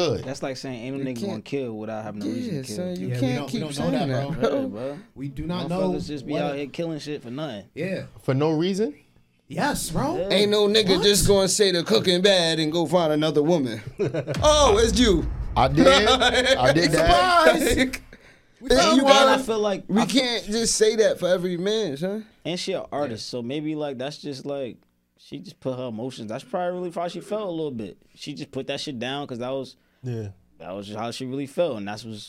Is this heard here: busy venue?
no